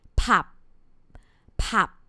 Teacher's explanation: the words that end with p or b sound has unreleased final consonant sound